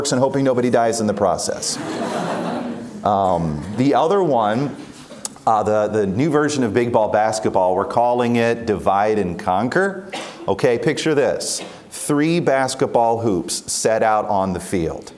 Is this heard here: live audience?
yes